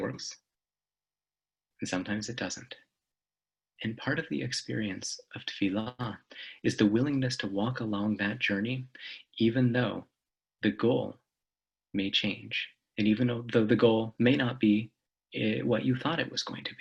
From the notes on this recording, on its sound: This audio was originally captured from Zoom